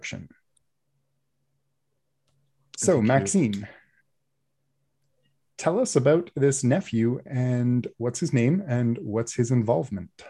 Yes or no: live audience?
no